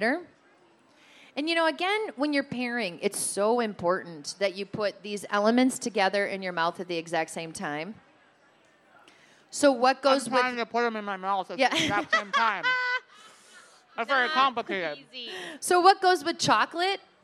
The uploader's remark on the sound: Second Helpings: Talking Wine Live from the KSTP Stage at the Minnesota State Fair.